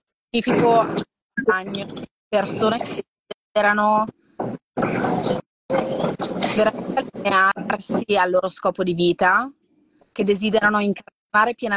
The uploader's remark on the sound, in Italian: Audio estratto dalla diretta Instagram